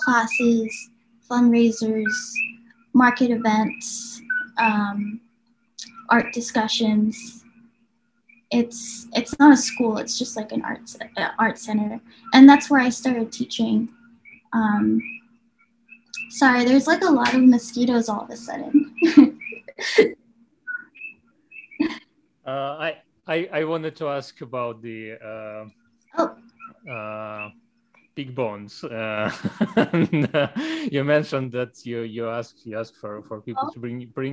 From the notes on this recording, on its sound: We arrange our Zoom call for Friday